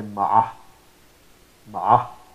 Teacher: So you are pronouncing the ha. So the ha, the pronoun, is pronounced as a sakin when you stop over it